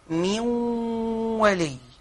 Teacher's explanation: يدغم النون في الواو يحول النون الى واو بها صفه الغنه · Term: الادغام بهن